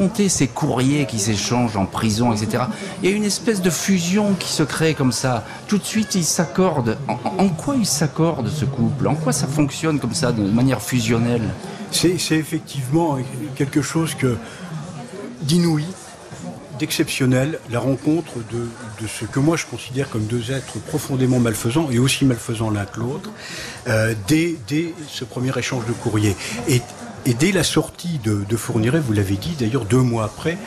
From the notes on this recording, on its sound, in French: En direct de la foire de Châlons-en-Champagne